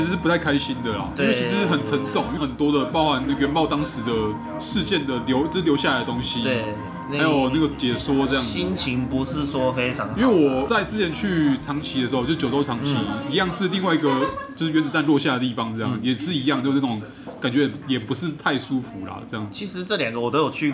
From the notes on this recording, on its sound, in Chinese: 本集白噪音指數：北風級 4/5。於各種白噪音環繞的居酒屋中。錄音地點： 下班去哪居酒屋（已歇業）。